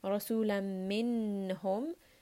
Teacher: So this is going to be ظَهَرَ، noon is going to be clear. It is going to have إِظْهَار. مِنْهُمْ، mim is a letter of tawassut.